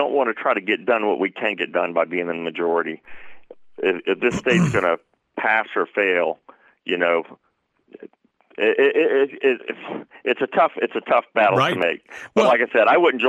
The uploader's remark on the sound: We start with headlines from around the state, then we'll have some discussion and phone calls as well about the state of the State.